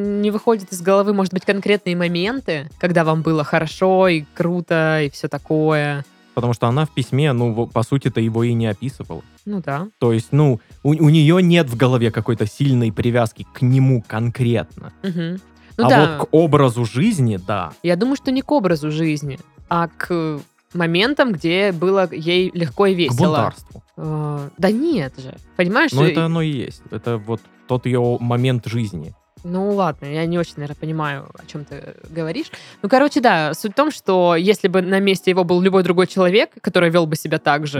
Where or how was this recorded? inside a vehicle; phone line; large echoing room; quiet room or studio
quiet room or studio